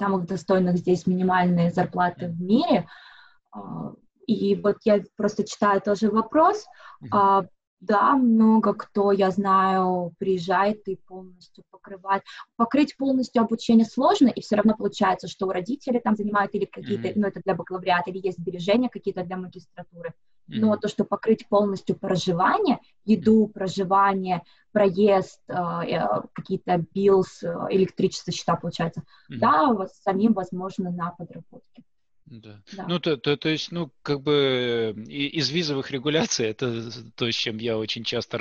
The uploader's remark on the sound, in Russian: поговорили с ней по Зуму